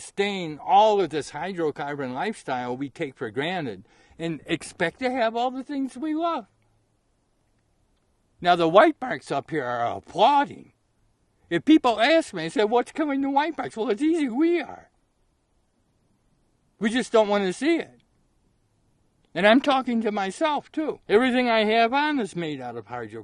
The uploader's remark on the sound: From Cornucopia Peak. Recorded on CORNUCOPIA PEAK at +-2650m in the South WALLOWAS.